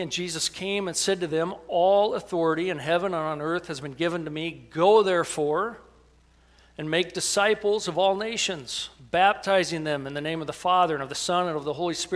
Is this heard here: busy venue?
no